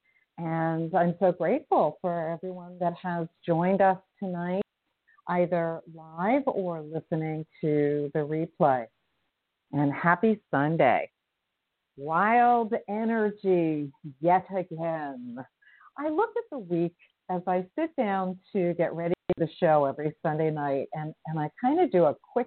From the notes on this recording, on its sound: in response to callers' questions